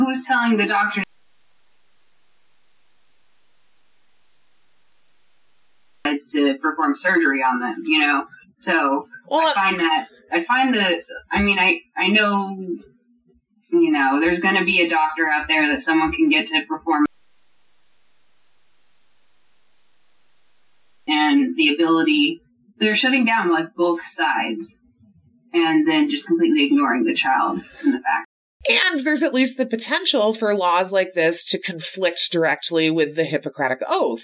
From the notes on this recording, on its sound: Unfortunately, we had a little trouble with our computer and had to rely on Skype to record our audio. As a result, it sounds awful and we apologize.